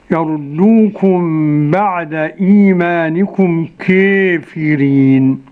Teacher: وقرأها بالإمالة الكبرى أبو عمرو ودور الكسائي ورويس عن يعقوب